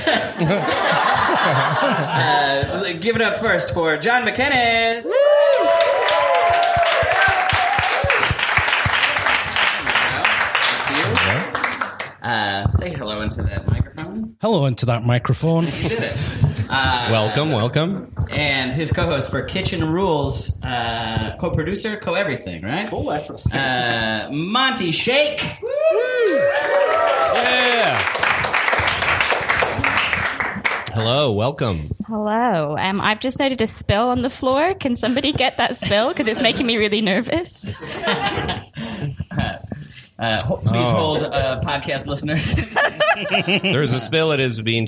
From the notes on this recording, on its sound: Live from Bristol. Live on stage from the basement of Cafe Kino!